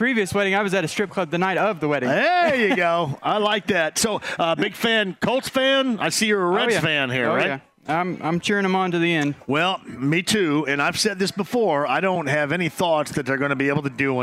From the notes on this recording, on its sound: Full Show: Live From Mucky Duck On A Blue Friday!